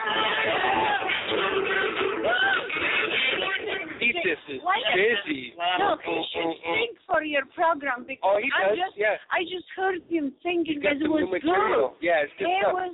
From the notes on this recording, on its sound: Broadcasting live from the Old Towne Pub in Pasadena!